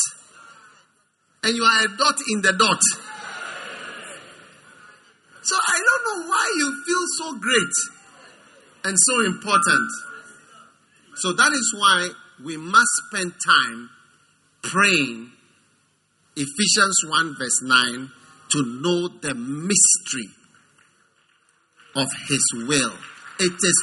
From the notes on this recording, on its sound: Preached at the First Love Church, Accra.